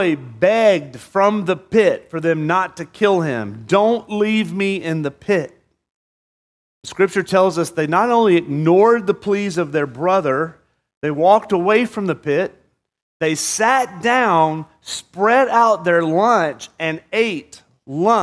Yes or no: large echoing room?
yes